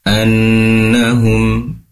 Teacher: anna di sini ada nun bertasydid, tentunya gunnah, dibaca mendengung ya, annahum, kemudian ada mim sukun bertemu dengan ya, idhar syafawi, annahum, ya, mim sukunnya diperjelas, yaitu mim berasal dari kedua bibir yang ditempelkan atau yang dirapatkan, annahum.